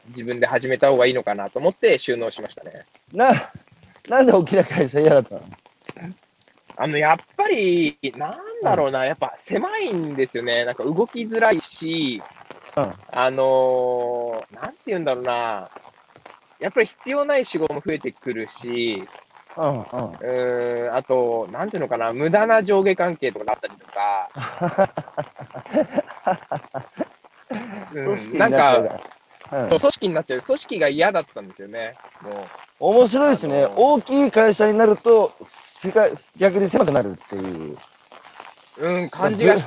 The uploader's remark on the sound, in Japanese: 歩きながら1時間、対談する